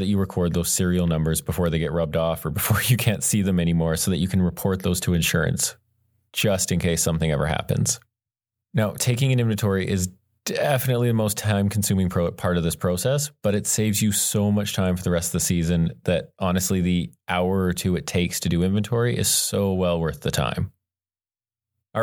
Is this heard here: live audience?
no